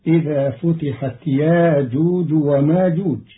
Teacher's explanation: قرأ قالون كلمتي يأجوج ومأجوج بإبدال الهمزة الساكنة حرف مد بمقدار حركتين، فتصير إذا فتحت ياجوج وماجوج مرادا به التخفيف.